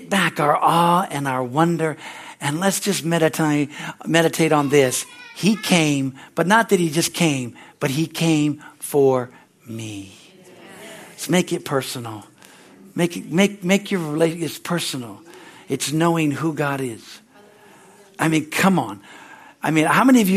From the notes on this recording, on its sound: from the Christmas Eve service on December 24, 2023 at Harvest Bible Church in Stockton, CA